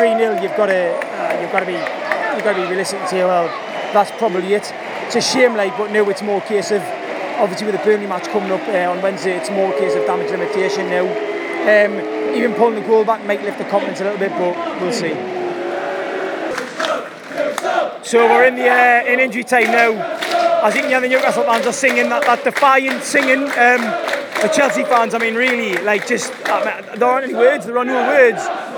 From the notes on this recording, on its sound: A MATCHDAY Podcast from Chelsea. Recorded before, during and after the game and recorded as much of the atmosphere as possible.